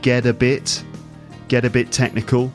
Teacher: Sometimes the T ends up sounding like a D sound. Get a bit, get a bit technical.